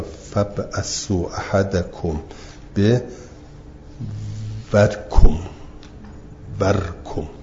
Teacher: بعد از واو کاف رو مشدد بخونید · Term: ادغام قاف در کاف